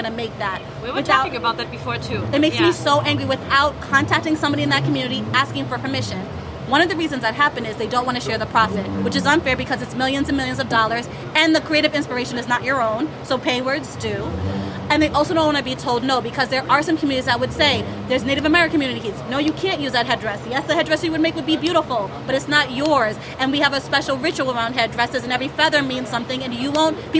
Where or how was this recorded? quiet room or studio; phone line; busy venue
busy venue